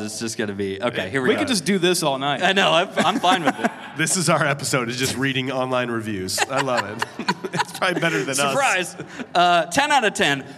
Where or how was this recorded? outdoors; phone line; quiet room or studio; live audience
live audience